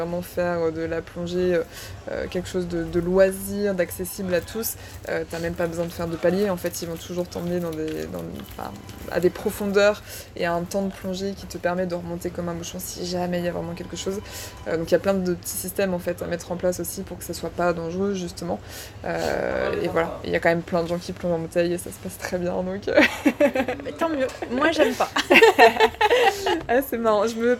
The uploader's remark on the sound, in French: Les conditions pour enregistrer cet interview n’étaient pas les meilleures (nous avons eu le droit à : la pluie, le clocher, la voiture qui fait son créneau à côté de nous, les commerçants de Roquebrunes sur Argens qui papotent…).